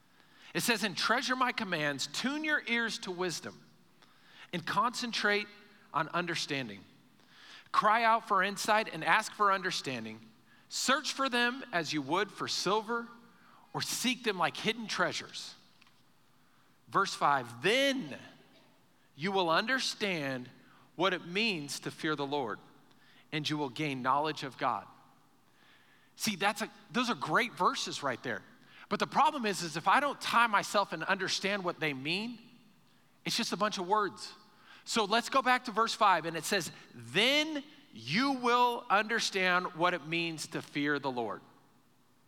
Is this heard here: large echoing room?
yes